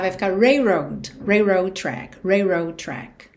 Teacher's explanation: Então, acaba soando railroad. Ou seja, você vai ignorar um pouquinho esse L